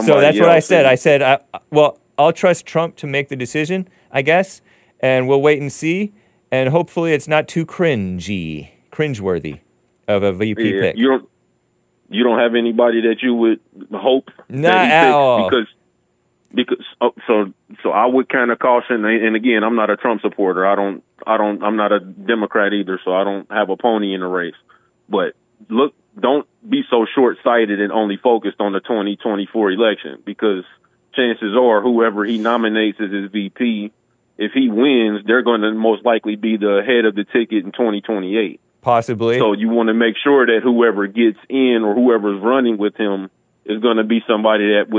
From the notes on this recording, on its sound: Call-in show!